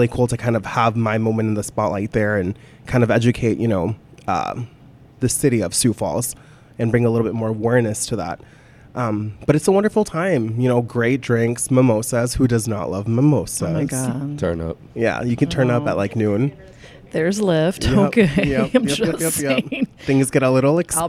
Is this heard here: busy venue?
yes